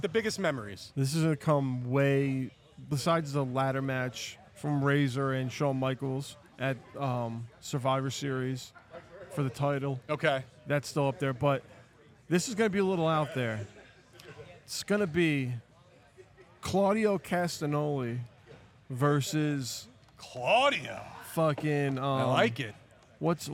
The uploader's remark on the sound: Live From The Premier Wrestling Showcase